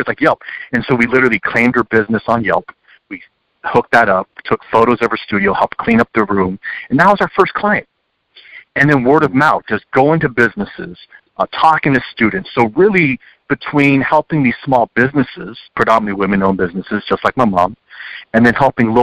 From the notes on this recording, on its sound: You're listening to KALX Berkeley, 90.7 FM, University of California and listener-supported radio. Coming at you from the Public Affairs department here at KALX. On the phone.